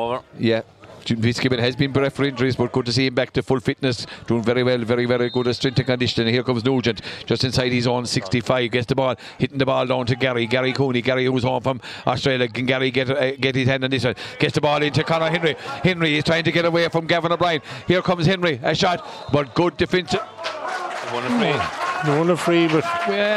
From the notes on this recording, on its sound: Crusheen vs O’Callaghans Mills. Outside broadcast.